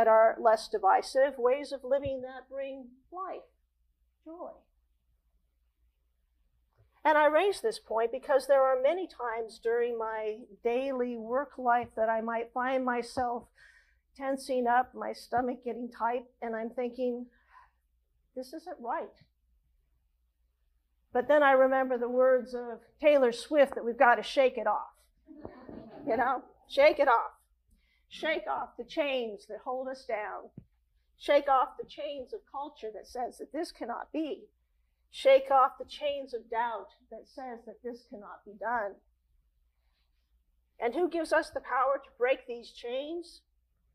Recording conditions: large echoing room